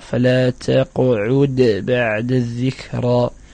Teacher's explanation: الذكرى، وهنا لا يوجد كما يلتبس على البعض أنه يوجد إدغام، فلا يوجد إدغام بين حرف الدال وحرف الباء، بل يقف ويأتي بالقلقلة ويفصل بين الكلمتين